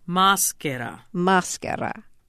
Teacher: you want the accent on the ma